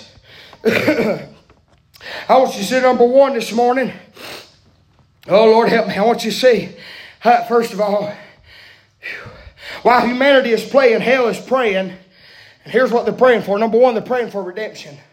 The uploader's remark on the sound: preaching live from Still Water Baptist Church on 3/3/24